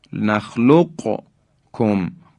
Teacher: میتونیم نخلق، نخلقکم، قاف رو تلفظ کنیم و در کاف هم ادغام نکنیم